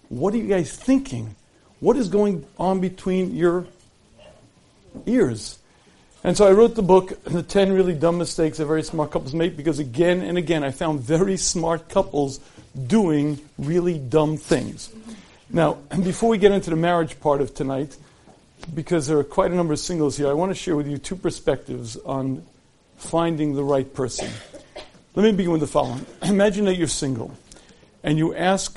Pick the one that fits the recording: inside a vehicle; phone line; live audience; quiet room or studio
live audience